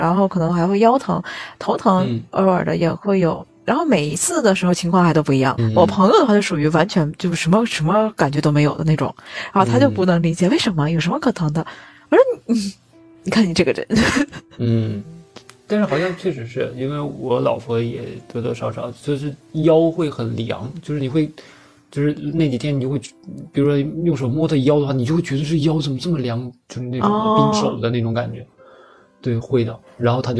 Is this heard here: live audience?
no